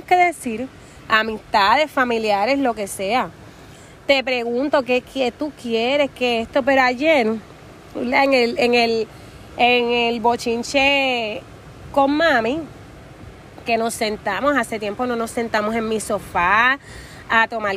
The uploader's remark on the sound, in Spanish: Hoy grabamos desde la playa, disfruta el va y ven de las olas